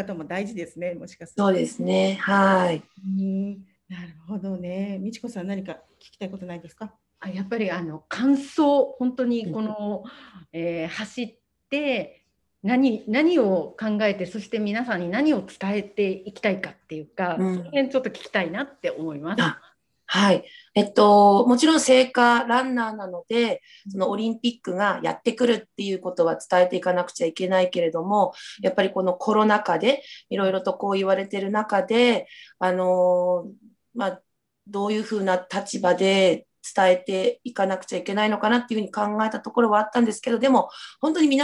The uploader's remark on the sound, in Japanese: Zoomでお話を聞きました